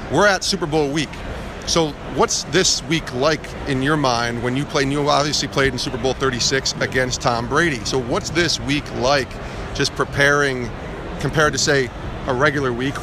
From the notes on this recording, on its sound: live from Super Bowl LII in Minneapolis